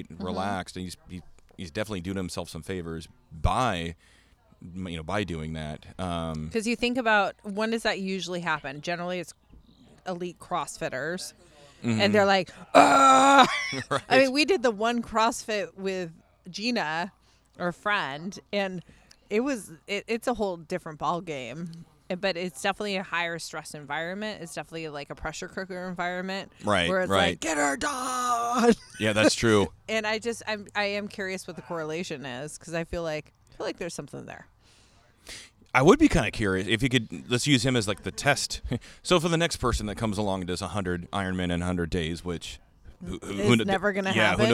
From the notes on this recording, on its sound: Come to you live from The Hammered Dwar f in Snohomish, Washington. Come to you live from The Hammered Dwar f in Snohomish, Washington.